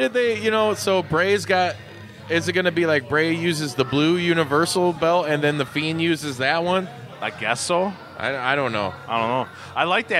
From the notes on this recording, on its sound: coming at you live from Racine, Wisconsin at the Racine Brewing Co.